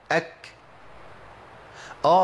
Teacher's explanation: لازم الهمس يكون في مخرج الكاف، لازم في المخرج بتاع الكاف يخرج الهمس